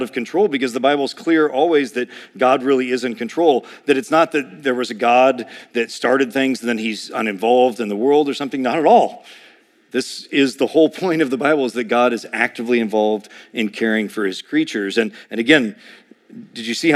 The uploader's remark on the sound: A sermon preached.